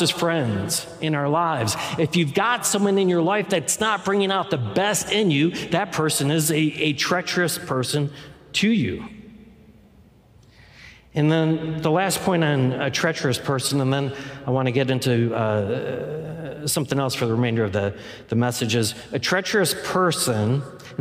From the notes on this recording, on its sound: Any music performed live is performed under all appropriate licenses from CCLI. The core message from our live service.